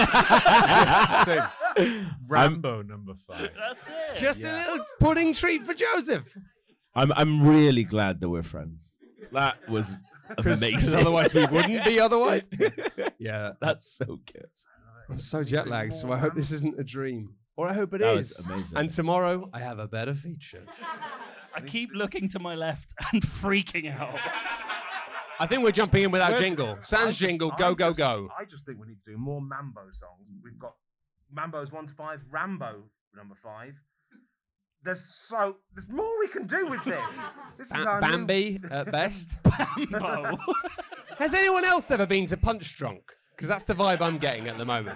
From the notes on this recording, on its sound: This week we return to The Canal Cafe Theatre for a live show! Because it's live, we might sound a bit shitter than usual or refer to something we can see on stage.